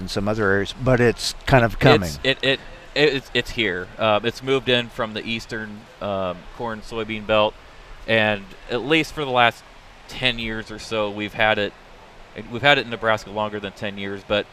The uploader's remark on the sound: reports live from the Syngenta tent at Husker Harvest Days in Grand Island, Nebraska!